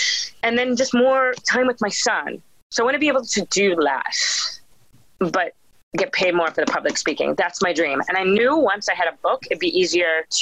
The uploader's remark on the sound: when we ended the Zoom call